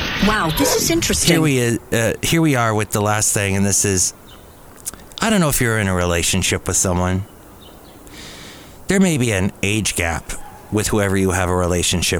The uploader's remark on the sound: podcasts live from Cafe Anyway